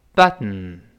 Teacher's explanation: 是舌头憋住气，舌头没有，舌尖儿这儿没有爆破，从鼻子出气儿